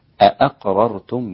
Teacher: حققوا الهمزات دون إدخال أو تسهيل